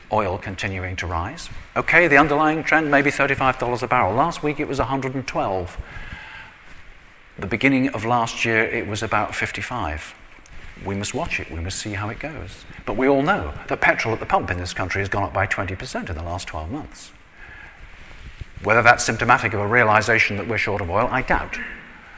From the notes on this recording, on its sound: I recently delivered this speech to the Association of Manufacturers of Power Generation Systems at their annual conference at the Institute of Civil Engineers in London. I recently delivered this speech to the Association of Manufacturers of Power Generation Systems at their annual conference at the Institute of Civil Engineers in London.